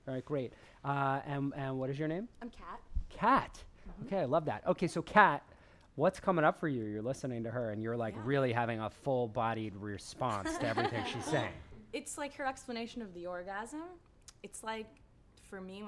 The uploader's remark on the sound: Recorded at the touchpoint town hall in NYC on September 11, 2018 at The Assemblage Nomad.